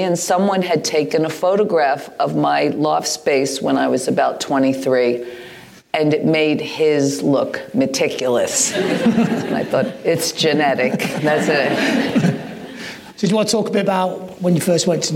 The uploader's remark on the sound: At a sold-out 600 capacity venue, the crowd eagerly await this live In Conversation